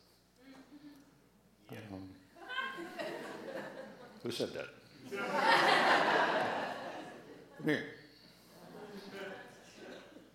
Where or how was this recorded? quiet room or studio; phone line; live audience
live audience